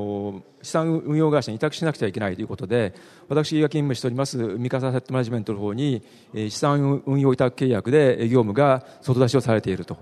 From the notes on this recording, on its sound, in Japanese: ２月２０日に東京証券取引所で開催した「J-REITファン2016」に登壇した日本賃貸住宅投資法人のIRセミナー